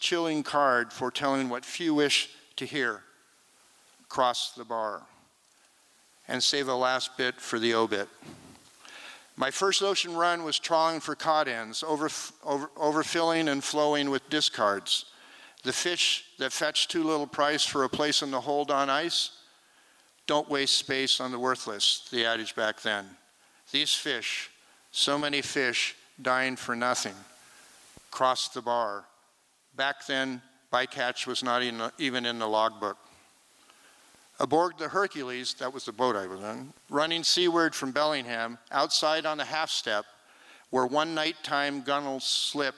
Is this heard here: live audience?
yes